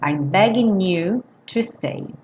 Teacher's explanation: a gente não soa o G, do N já liga no U